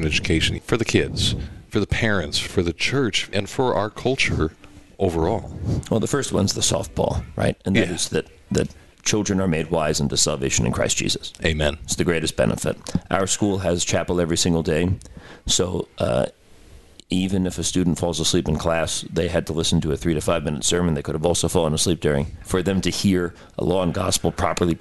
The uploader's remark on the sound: visited the 2022 Consortium for Classical Lutheran Education Conference at Redeemer Lutheran Church in Fort Wayne, Indiana, and had the opportunity to chat with CCLE board members and conference presenters